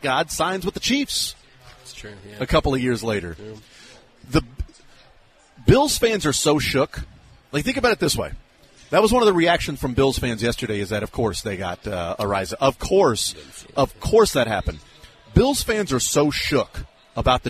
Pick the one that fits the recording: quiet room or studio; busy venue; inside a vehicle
busy venue